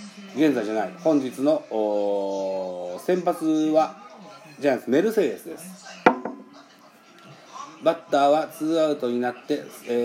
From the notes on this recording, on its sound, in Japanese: ナゴヤドーム。Radiotalk。IPad収録版。